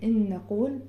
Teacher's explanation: بوصل النون الاولى دي لمخرج النون التانية وبنطق بيها نون مشددة، وهنا بتكون الغنة اكمل ما تكون · Term: ادغام بغنة